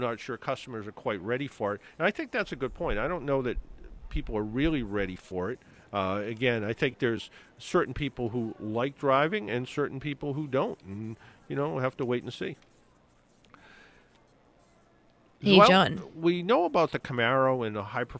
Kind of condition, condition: setting, busy venue